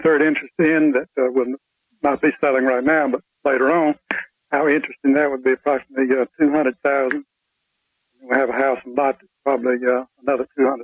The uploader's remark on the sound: Financial planning call-in show.